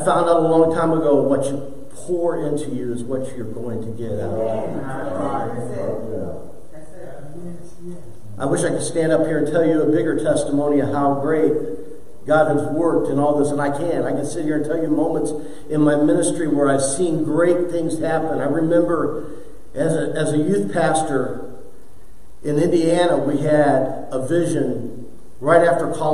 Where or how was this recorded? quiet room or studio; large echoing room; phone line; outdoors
large echoing room